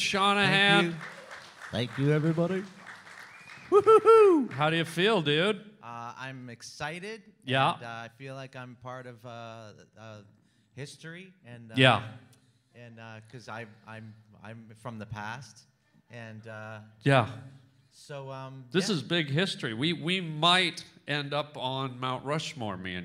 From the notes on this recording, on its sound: LIVE in San Fran. Records his podcast in front of a live crowd in San Fran.